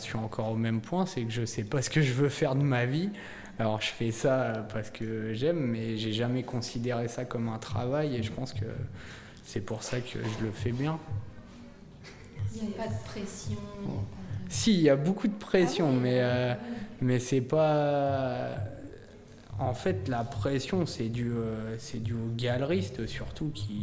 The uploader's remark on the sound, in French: répond aux questions de Radio2B depuis le festival RUR!